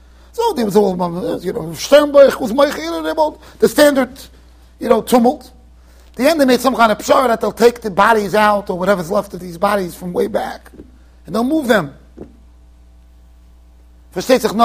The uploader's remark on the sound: Shiur recorded in Yeshivas Ohr Reuven, Monsey NY